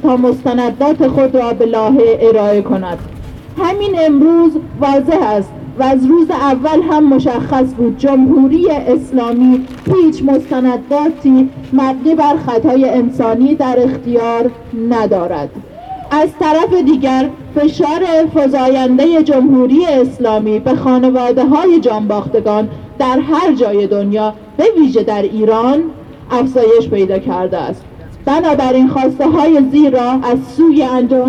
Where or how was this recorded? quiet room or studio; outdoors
outdoors